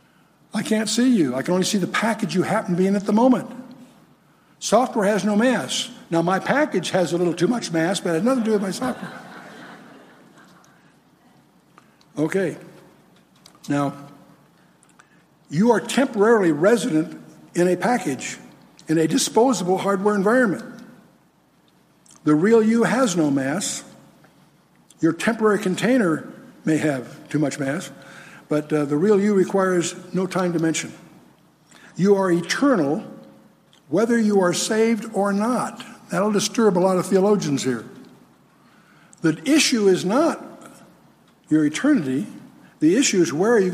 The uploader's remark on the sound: spoke at Calvary South Denver in Littleton Colorado on July 24, 2013